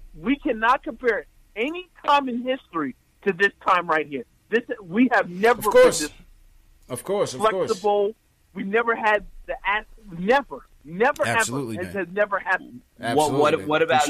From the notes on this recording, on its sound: take live phone calls from fans around the world